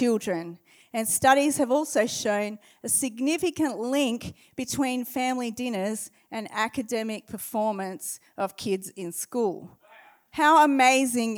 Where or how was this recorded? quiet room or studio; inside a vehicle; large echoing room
large echoing room